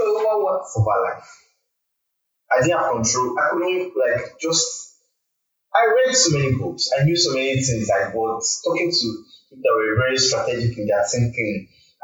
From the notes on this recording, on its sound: this audio is not in the best form